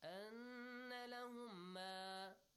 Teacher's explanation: whenever noon and meme carry shadda, you have to extend the sound. And ghunna sound, nasal sound.